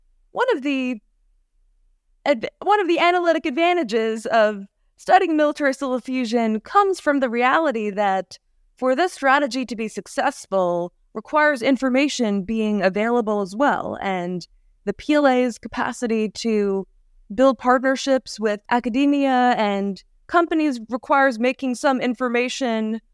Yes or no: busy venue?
no